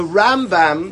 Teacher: The Rambam, the stress is on the beginning · Term: Mila El